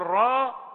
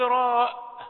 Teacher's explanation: عندما نقول را مدا طبيعيا ألف اثنين حركتين را، ولو قلت راء طيب إذن جعلتها مدا متصلا